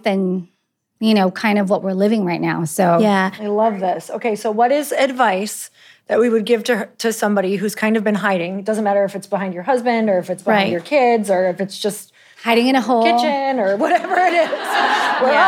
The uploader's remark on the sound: Living Room Session. Answer questions from our incredible live audience.